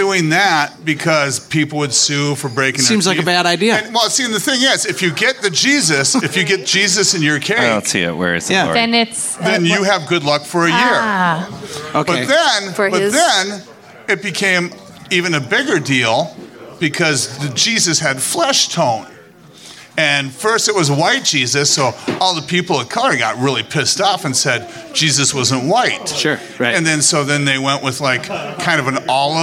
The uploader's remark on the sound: We give into the general madness and silliness that ensues when you put five rather interesting people together on stage. Raw and unapologetic, this is a breath glimpse into our world pre-COVID, taped at one of our very favorite bars - the 331 Club in Northeast Minneapolis.